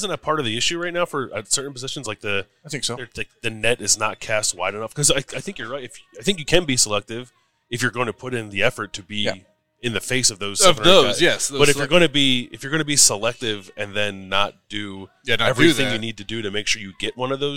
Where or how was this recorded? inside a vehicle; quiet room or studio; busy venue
busy venue